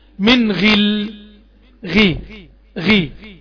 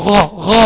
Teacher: غي غي ده اقل مراتب التفخيم · Shown in: first take